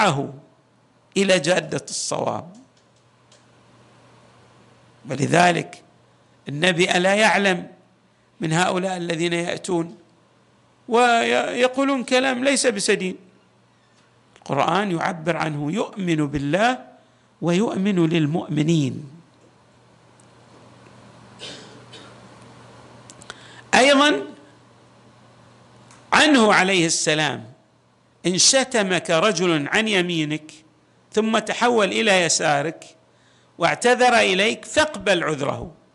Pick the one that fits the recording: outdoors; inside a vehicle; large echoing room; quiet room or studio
large echoing room